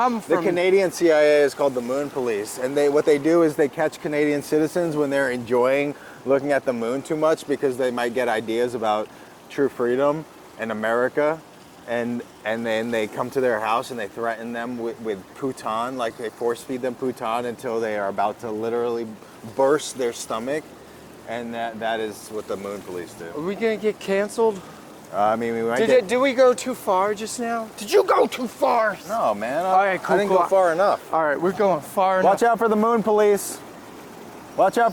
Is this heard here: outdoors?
yes